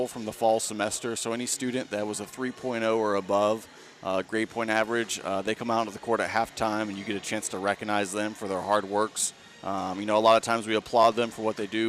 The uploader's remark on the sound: broadcasts live from the Cam Henderson Center on the campus of Marshall University